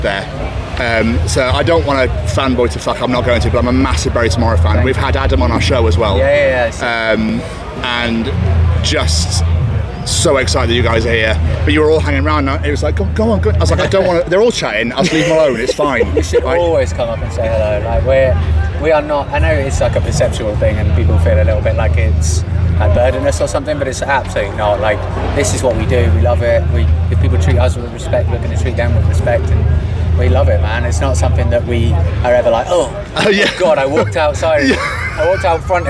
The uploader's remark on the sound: Live from Bloodstock Festival 2022